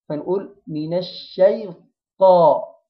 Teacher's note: ونخلي بالنا حرف الطاء مش من حروف الهمس، يعني ما نخرجش معاه هواء، ما نقولش من الشيطان، لا من الشيطان، من الشيطان. طاء حرف الطاء حرف مفخم مفتوح، يبقى لازم نفتح البق لفوق، ما نبقاش مبتسمين زي الحرف المرقق، لا.